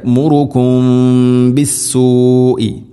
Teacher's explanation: സാക്കിന മീമിന് ശേഷം ബ വന്നാൽ ഇഖ്ഫാ ഷഫവി, ചുണ്ടിലൂടെ അവ്യക്തമാക്കി മണിക്കുകയാണ് വേണ്ടത്.